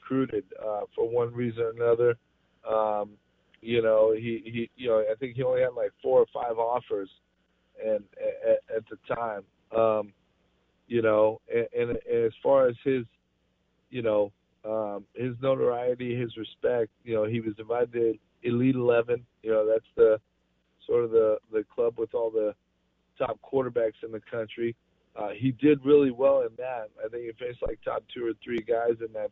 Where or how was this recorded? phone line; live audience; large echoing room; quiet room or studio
phone line